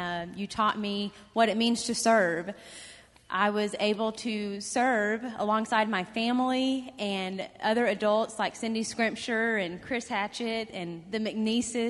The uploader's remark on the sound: This series of lessons was preached during the Greater Things Capital Campaign for The Hills Church.